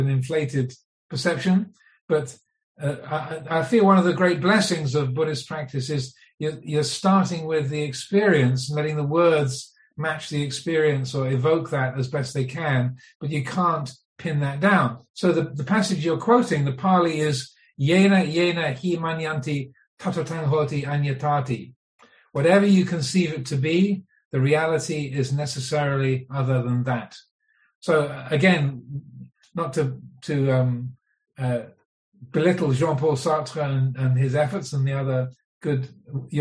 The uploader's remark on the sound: Via his zoom teaching on the Niramisa Sutta hosted by Mid America Buddhist Association. Thankful for the patience of the audience.